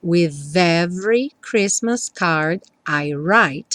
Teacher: Aqui juntando with com every, aquele som v do TH. Pontinha da língua lá no dente